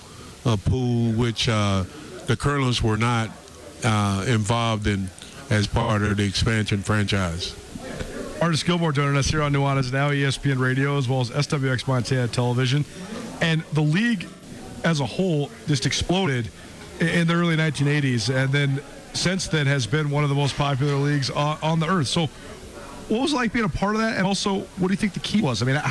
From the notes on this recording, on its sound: Live at the Superstar Meet and Greet at Grey Wolf Peak Casino